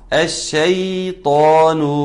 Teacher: زود لي زمن الياء كده، الياء لينة